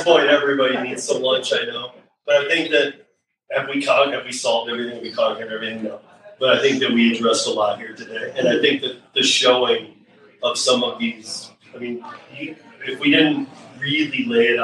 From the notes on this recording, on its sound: Gig Worker Town Hall Event | Denver, Colorado (August 5th, 2023). GiG Worker Town Hall LiVE.